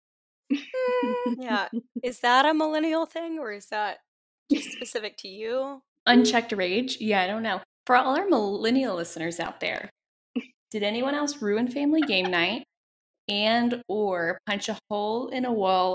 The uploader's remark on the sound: (Test Episode - Poor Audio).